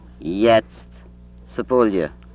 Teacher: Voiced central palatal approximate